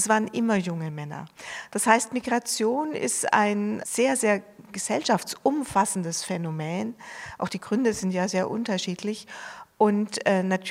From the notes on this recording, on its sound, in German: Gekürzter Mitschnitt der Buchpremiere am 29.3.2023 im Dokumentationszentrum Flucht, Vertreibung, Versöhnung, Berlin